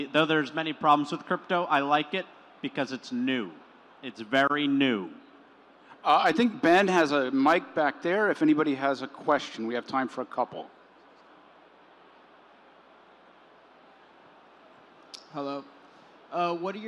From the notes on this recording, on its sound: The panel discussion took place on June 10, the second day of CoinDesk’s Consensus 2022 festival in Austin, Texas.